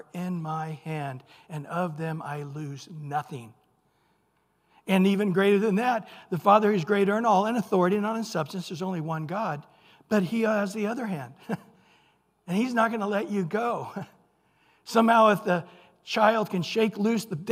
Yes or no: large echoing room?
yes